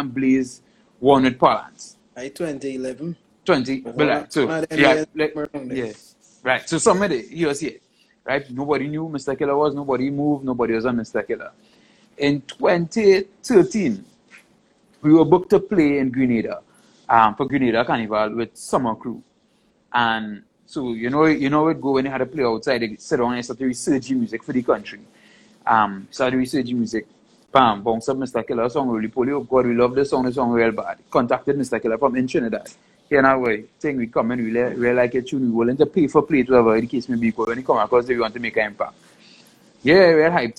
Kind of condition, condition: link, video call